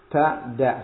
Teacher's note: Ujung lidah dengan gusi gigi seri atas · Term: makhrajnya